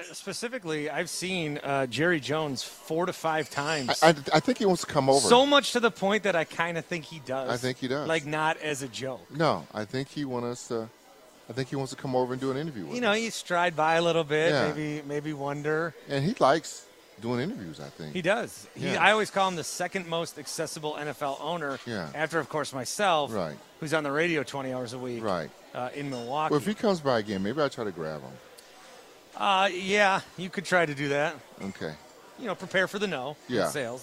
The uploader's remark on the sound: Live From Canton Ohio Home of the NFL Hall Of Fame